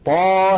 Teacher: طاء بمقدار حركتين لأنه مد طبيعي، وكذلك ها بمقدار حركتين